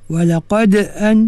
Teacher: itu huruf dal ini huruf qalqalah yang paling yang paling ringan lah, nah, yang paling sedikit dia punya bunyi qalqalah dia. · Term: qalqalah sughra